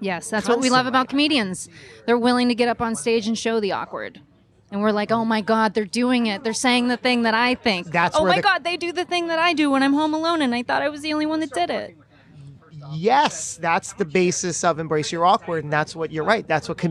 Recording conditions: busy venue